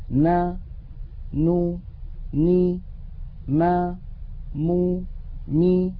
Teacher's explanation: هذه الأصوات الستة فيها غنة أنقص ما تكون وهي متساوية في الزمن